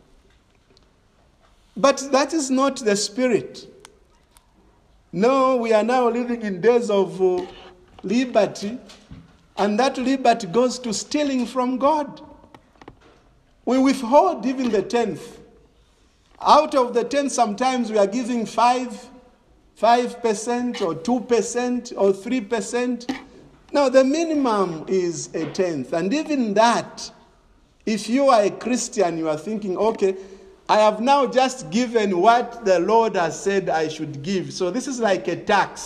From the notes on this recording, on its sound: This is a sermon preached in the evening of September 5, 2021 at Crossway Baptist Church